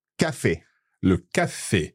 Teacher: So that's a very open E sound. It's a little like the E that we have in English in play or snake or game. · Term: E acute